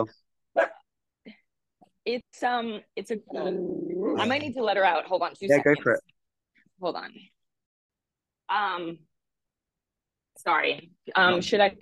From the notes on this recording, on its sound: The show, conducted via Zoom, is set to go in person.